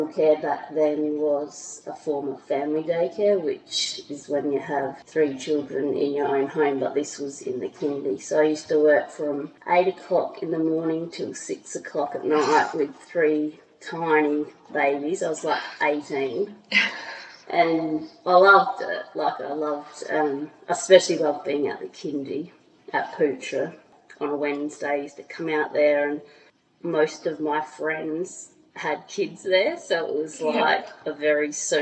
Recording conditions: echo